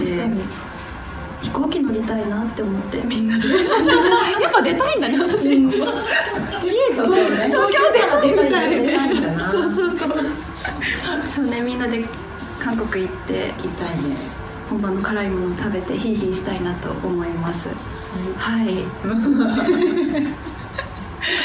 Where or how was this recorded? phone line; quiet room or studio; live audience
live audience